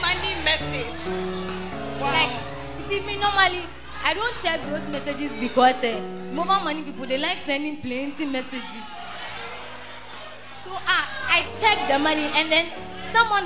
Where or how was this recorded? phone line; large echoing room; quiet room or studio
large echoing room